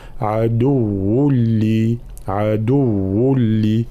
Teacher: تنوين عدو ثم بعد حرف اللام إدغام بلا غنة فلا نقول عدو هنا تتسرب القليل من الغنة لا أستعمل الخيشوم أي الأنف عدو لي هكذا.